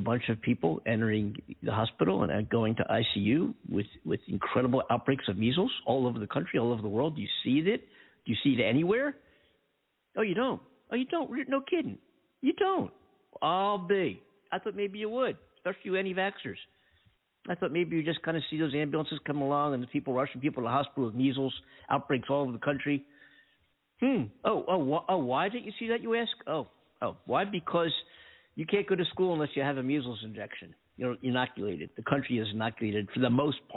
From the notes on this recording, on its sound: In this episode, we decided to call back a phone scammer claiming to be Publisher's Clearing House Dash For Cash.